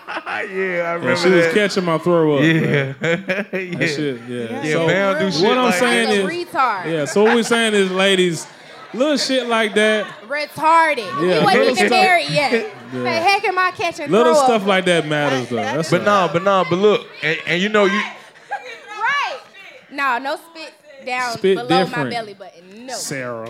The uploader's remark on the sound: Went LIVE in Atlanta! Hosted their first ever live show in front of a studio audience. We let the fans in the audience ask their fan mail questions LIVE.